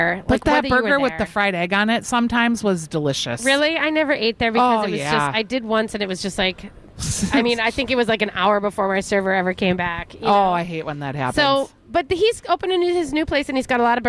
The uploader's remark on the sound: broadcast live at Bachman's